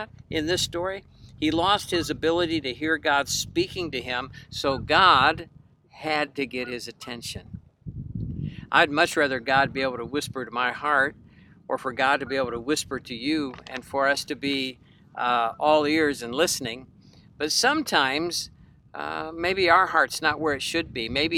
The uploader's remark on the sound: It was even recorded from a boat out on Lake Erie.